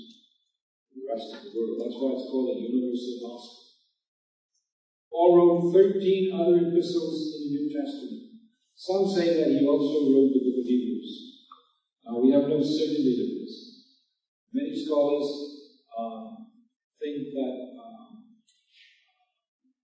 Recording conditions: poor sound quality